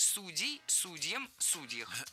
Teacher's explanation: Раньше оба ударения были допустимы, но сейчас выбор сделан, и актуален только вариант «судей» с ударением на корне